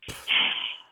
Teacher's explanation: it's a sharp exhalation of air with a P sound at the beginning, like puh. Yeah. · there's this sharp, plosive sound that you make when you are reacting dismissively. So you go, pff, like it's a sharp exhalation of air with a P sound at the beginning, like puh.